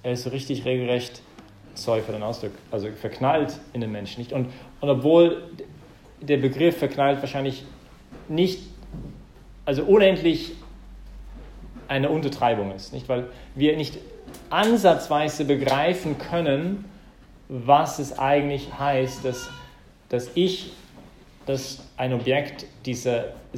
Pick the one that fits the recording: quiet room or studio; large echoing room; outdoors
large echoing room